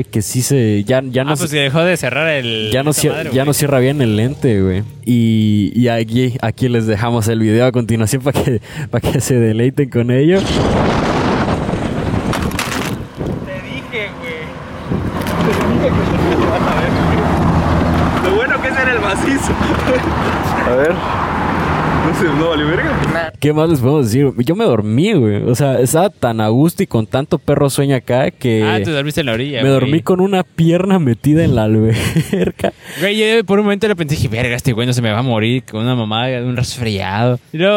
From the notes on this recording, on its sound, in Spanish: GRABAMOS un PODCAST (Especial) en la PLAYA. Nos encontramos grabando en las preciosas playas de Puerto Arista.